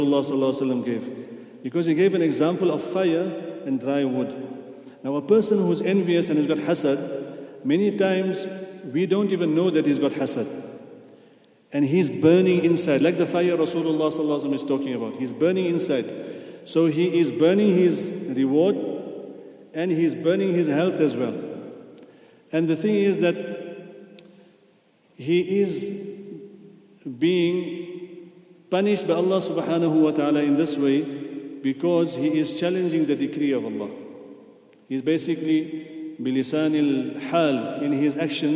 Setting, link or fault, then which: setting, large echoing room